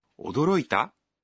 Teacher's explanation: If you say 驚いた with a rising intonation, it becomes a question.